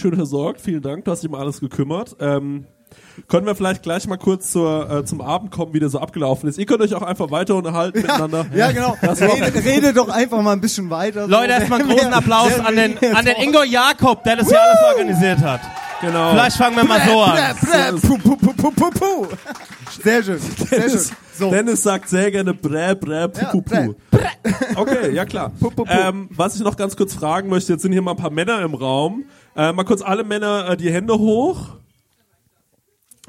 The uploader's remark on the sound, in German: Wir haben es tatsächlich durchgezogen und mit unseren Hörern eine Planwagenfahrt durch die hessischen Weinberge um Groß-Umstadt gemacht. Und wir haben das erste Mal live vor Publikum gepodcastet!